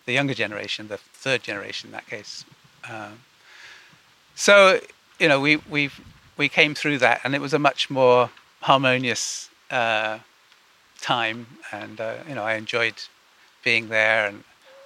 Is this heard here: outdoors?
yes